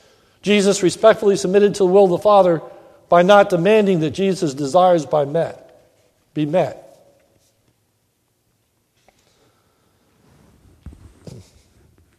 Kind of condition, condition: setting, large echoing room